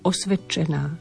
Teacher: Dve spoluhlásky za sebou a nezaznejú obe osve. Ale prispôsobí sa tomu č, znelé d a zmení sa na t, ale zas len náznak toho t.